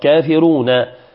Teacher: كافرون عندنا الراء ثم فيها مد طبيعي رو ثم بعد ذلك النون وهي متحركة مفتوحة، كافرون قل يا أيها الكافرون، نقف على هذه النون بالسكون